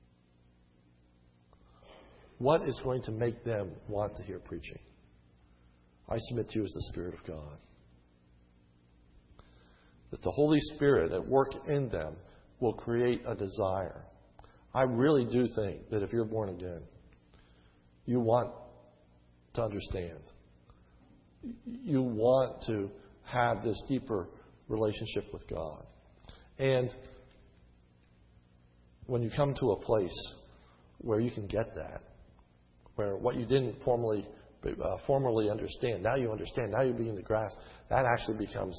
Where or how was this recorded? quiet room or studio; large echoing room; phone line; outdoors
large echoing room